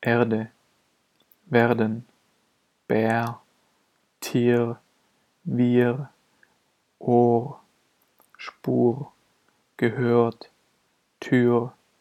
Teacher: Das R wird als Vokal gesprochen. Erstens, wenn das R nach einem lang geschlossenen Vokal oder nach lang offenen E steht, sofern das R und der Vokal in derselben Silbe stehen. · Term: Vokalisches R